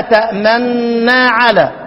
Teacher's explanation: الاشمام اللي هو ضم الشفتين مع عدم ظهور اي حركة